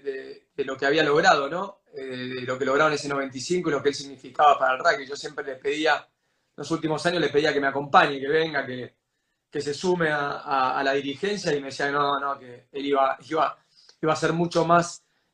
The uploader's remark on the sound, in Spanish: entrevistar por instagram Live